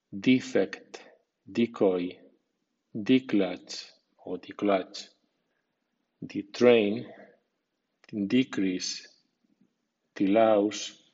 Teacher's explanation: DE es también un prefijo que puede sonar di con i larga y acento fuerte si forma un sustantivo, y es di con i corta y acento débil si es prefijo de un verbo.